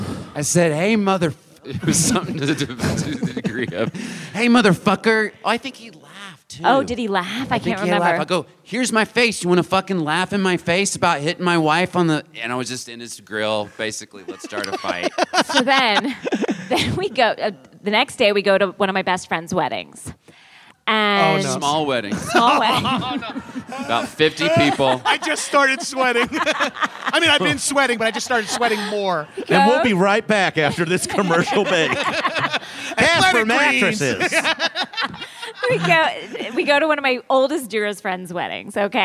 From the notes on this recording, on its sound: Live from Treefort Music Festival.